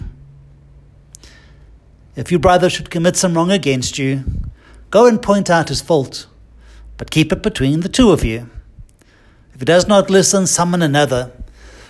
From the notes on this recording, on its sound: Listen to the homily preached at Holy Trinity Catholic Church in Braamfontein, South Africa